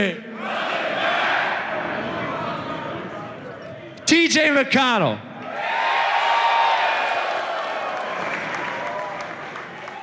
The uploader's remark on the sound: Six years of ridiculous came to a close with a live podcast